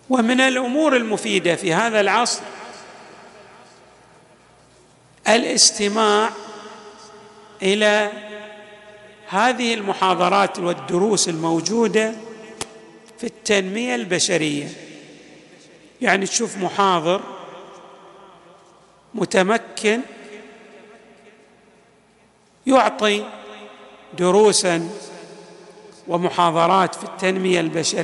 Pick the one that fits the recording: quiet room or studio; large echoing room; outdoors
large echoing room